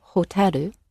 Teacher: So R and L in Japanese is somewhere in between.